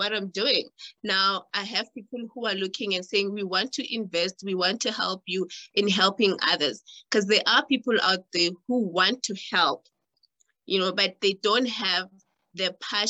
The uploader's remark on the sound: The series is webcast via Zoom